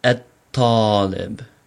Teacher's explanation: shadda on the ta and pretend there's no lam there, at least in saying it. But you still write it.